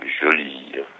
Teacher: on ne prononce pas beaucoup le E, juste un tout petit peu